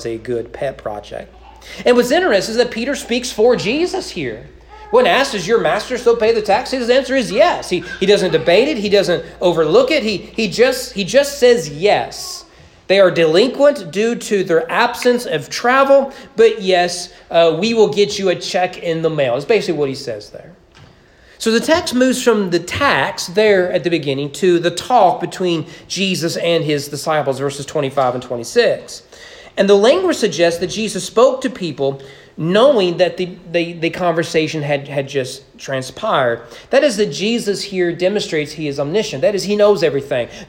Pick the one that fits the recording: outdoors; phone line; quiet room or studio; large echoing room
large echoing room